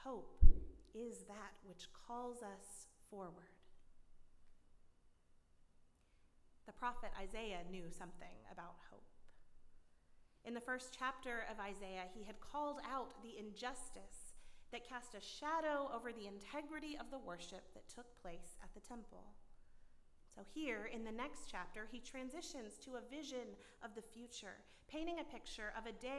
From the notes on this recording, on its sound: at Northminster Church on December 1, 2019